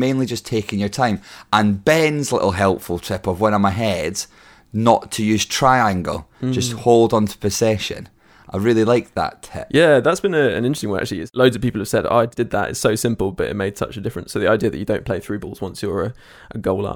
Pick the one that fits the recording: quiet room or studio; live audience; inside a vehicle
quiet room or studio